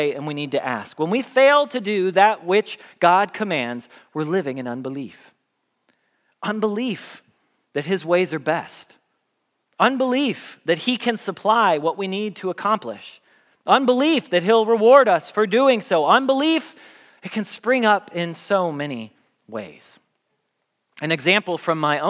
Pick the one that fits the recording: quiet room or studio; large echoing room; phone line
large echoing room